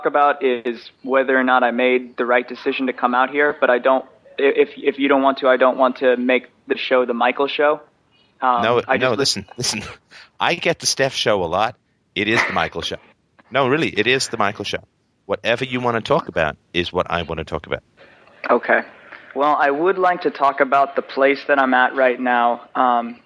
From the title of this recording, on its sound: Wednesday Call In Show